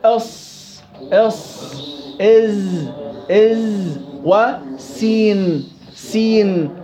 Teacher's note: طرف اللسان مع ما بين الثنايا العليا والثنايا السفلى أو فويق الثنايا السفلى.